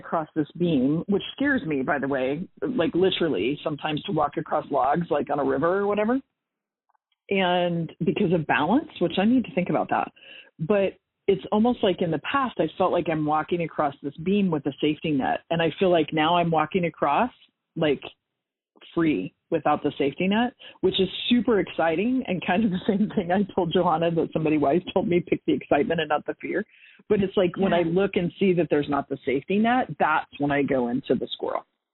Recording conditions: phone line